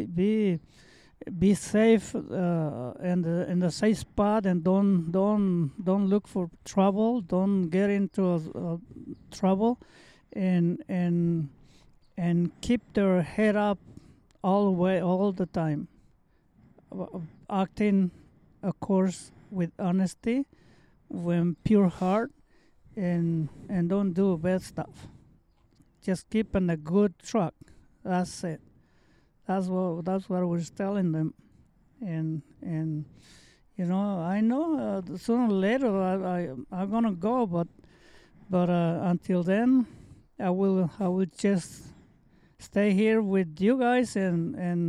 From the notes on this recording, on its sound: This episode was recorded and filmed outside, so I apologize if there are any annoying barks, or birds!